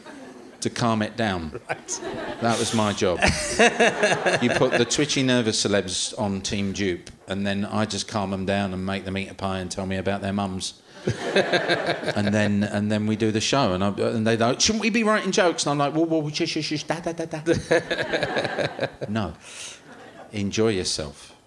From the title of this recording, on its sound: Leicester Square Theatre Podcast